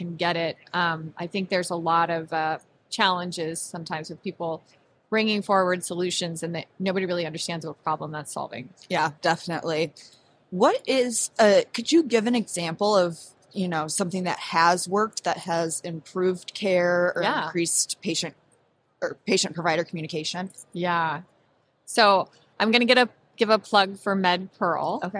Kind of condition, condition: setting, busy venue